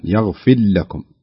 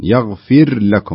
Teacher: الصحيح إظهار الراء، يغفر لكم، تظهري الراء ما تدغمينها · Shown in: second take